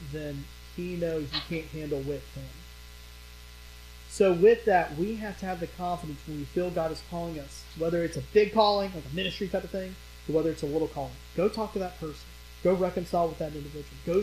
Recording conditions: poor microphone